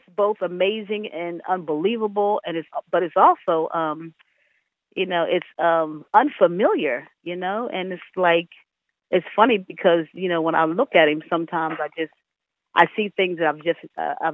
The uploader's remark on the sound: via phone